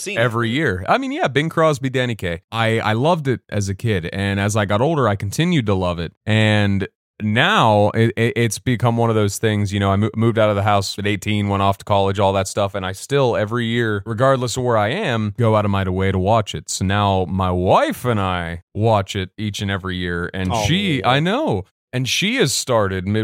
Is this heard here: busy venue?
no